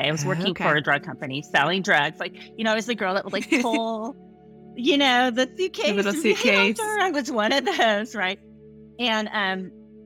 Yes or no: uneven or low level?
no